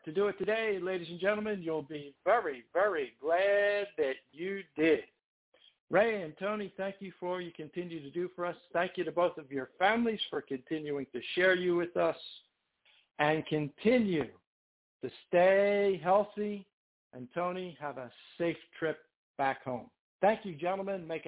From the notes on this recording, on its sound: TNTSuperfantastic Conference Call